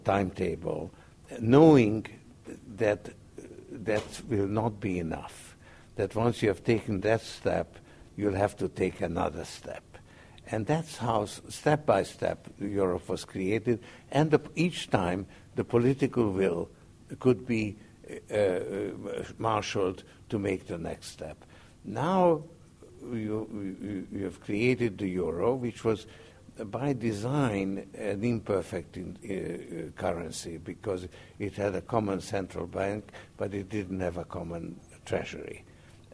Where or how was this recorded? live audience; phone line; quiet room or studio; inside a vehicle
live audience